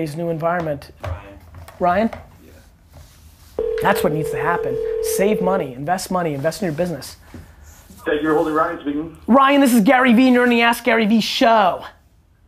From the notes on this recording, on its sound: call-in show